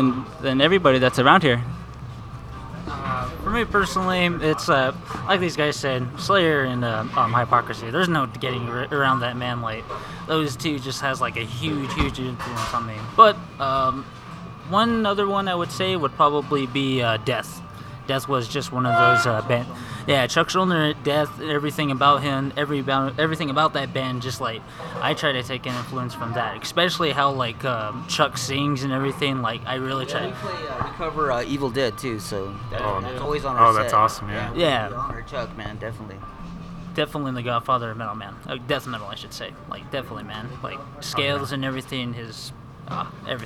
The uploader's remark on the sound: I met up with the band at Starbucks in Gallup NM so excuse the background noise.